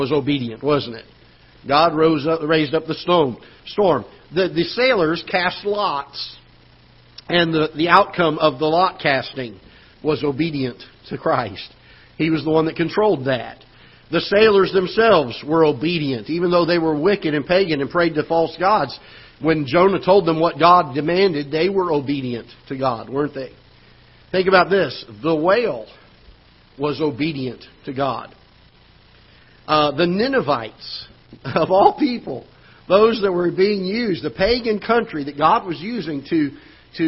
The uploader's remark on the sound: Ketha Heights Baptist Church ~ Live Broadcast